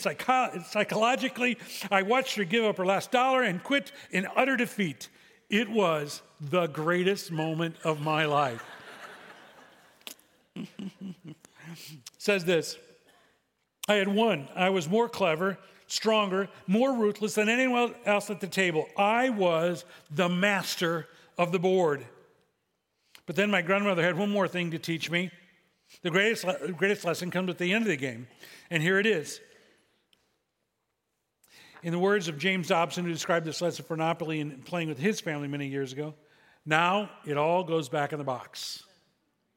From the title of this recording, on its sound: SCG Church Service September 24th, 2023